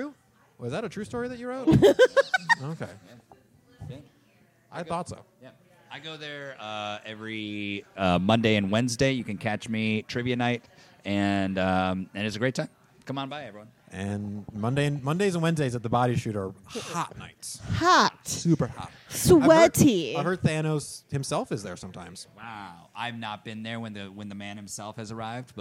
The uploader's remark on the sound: LIVE EVENT [VIDEO]. Record from The Logan Theatre.